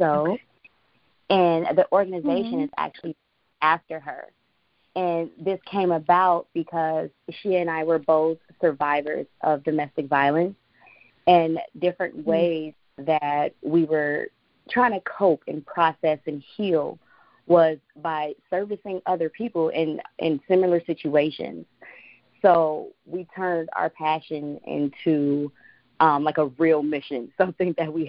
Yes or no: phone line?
yes